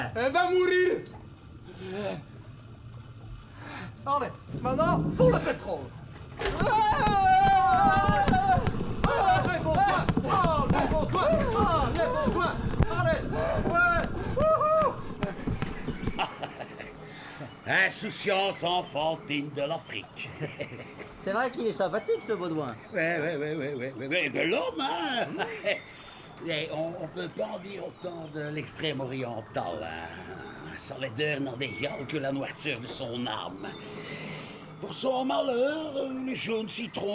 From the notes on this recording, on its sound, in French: En direct de La Loge. Avec bruiteur, comédiens, musiciens, et tout, et tout ?